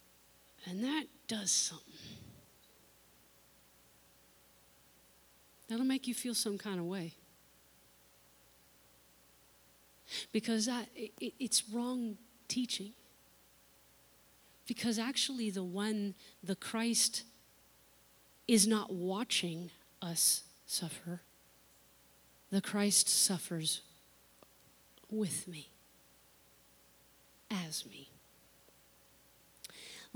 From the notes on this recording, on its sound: unedited recording of the service